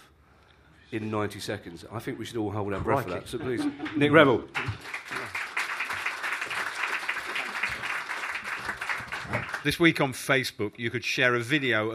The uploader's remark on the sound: all recorded in the storm-proof basement of Soho Theatre